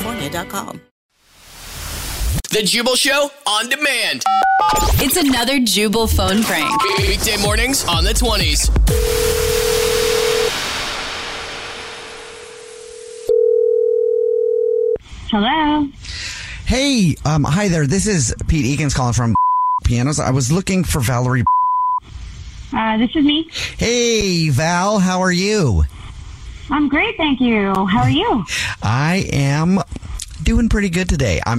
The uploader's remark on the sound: phone prank style